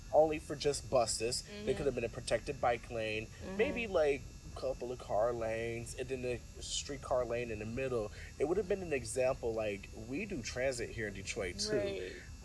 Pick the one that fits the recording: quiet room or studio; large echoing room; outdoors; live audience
outdoors